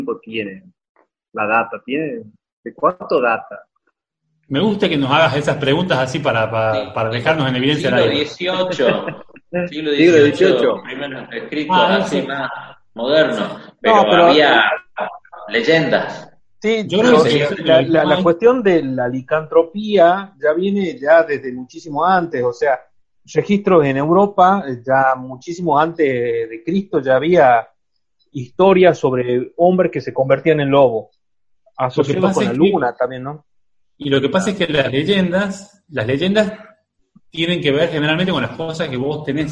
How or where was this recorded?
video call